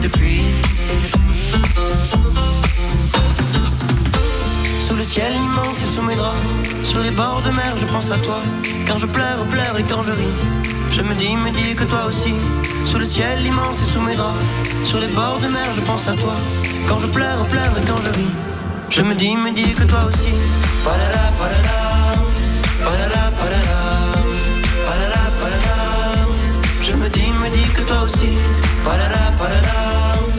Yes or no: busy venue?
yes